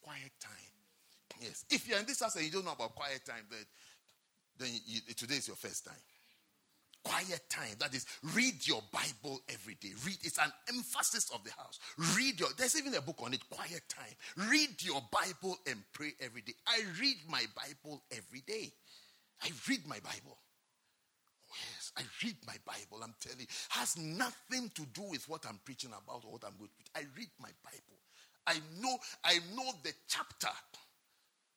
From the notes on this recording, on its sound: at the Lovely Voice xPerience - First Love Church, London.